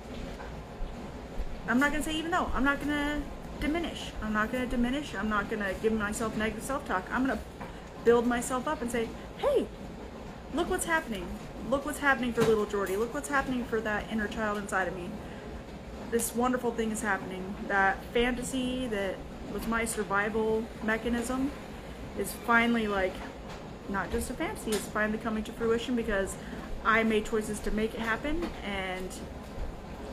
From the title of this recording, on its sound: Instagram LIVE - RAW and Uncut